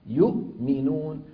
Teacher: الهمزة الساكنة مع الميم، الهمزة من الحلق والميم من الشفتين · Term: الإظهار